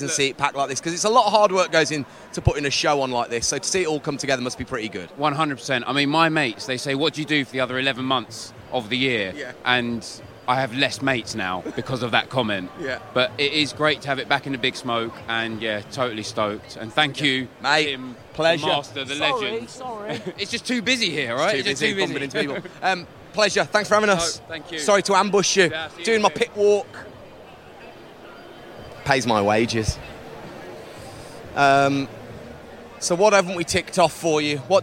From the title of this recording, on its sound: LIVE at the Snow Show